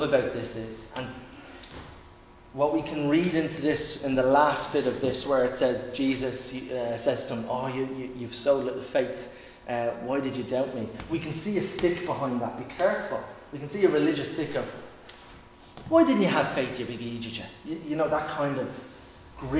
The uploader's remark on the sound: Recorded live in Liberty Church on 8 August 2021.